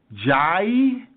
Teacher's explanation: So jim with fatha is ja, followed by the letter ya with sukun gives us the sound jai. You see the A and the E being pushed together, or fatha and kasra sound being pushed together, jai. Or we can smooth it out and simply say J, J-A-Y. · Term: diphthong